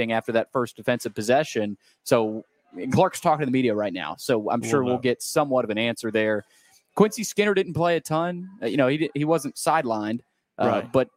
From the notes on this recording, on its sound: LIVE from Chili's on West End